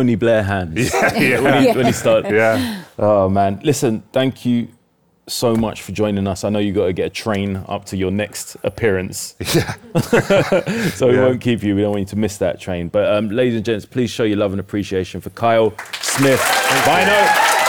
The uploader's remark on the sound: Recorded Live at The Podcast Show in London.